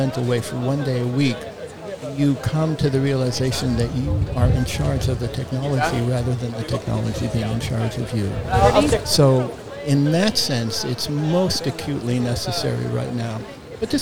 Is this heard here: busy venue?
yes